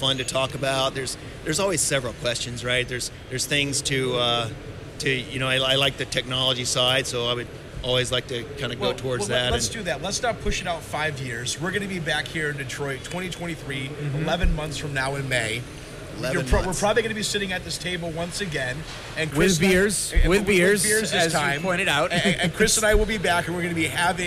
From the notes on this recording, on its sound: Highlights from Automate LIVE in Detroit, MI. We share the best of three interviews conducted at Automate LIVE in Detroit, MI.